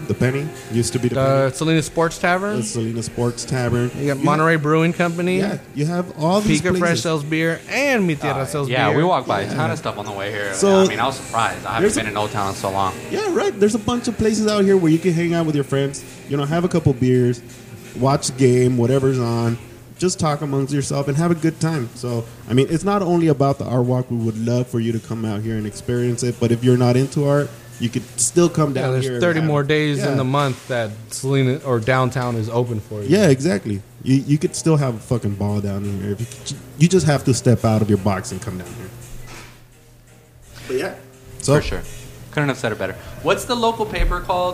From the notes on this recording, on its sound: In this episode we migrate a couple blocks down from our home at the XL Public House to the Cherry Beans open mic event for First Fridays.